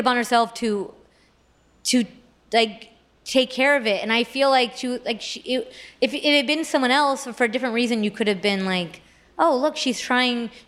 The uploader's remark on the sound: joins LIVE at the 2022 On Air Fest